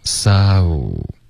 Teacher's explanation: so 这个字大家注意双元音 OK，滑动